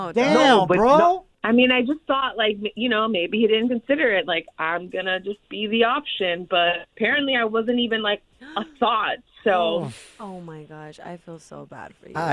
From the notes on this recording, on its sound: We opened up the phone lines.